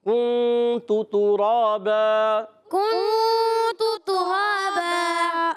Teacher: کنت ترابا، کنت ترابا، اور را پر کھڑا زبر، را کو پر بھی کرنا ہے اور ایک الف کھینچنا بھی ہے